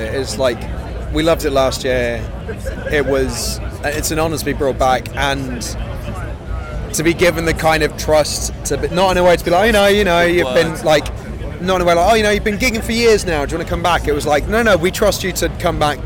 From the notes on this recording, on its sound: Bloodstock 2023 Interviews.